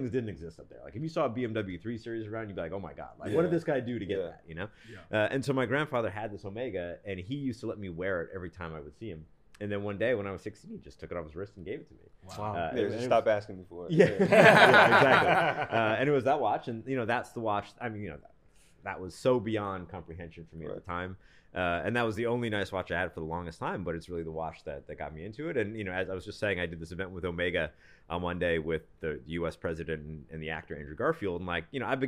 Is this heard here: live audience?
no